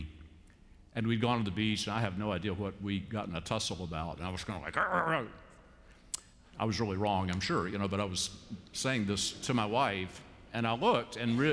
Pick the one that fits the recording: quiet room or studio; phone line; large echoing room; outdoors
large echoing room